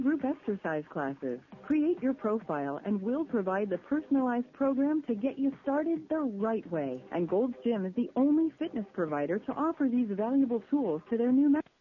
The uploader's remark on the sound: …'s Personal Prank Phone Calls Collection.